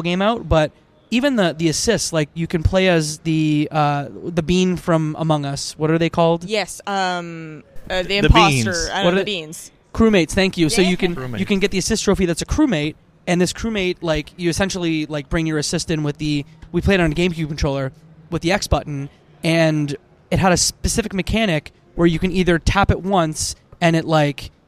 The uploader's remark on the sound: Are joined by a slew of wonderful guests to talk about PAX West 2023 live on-location!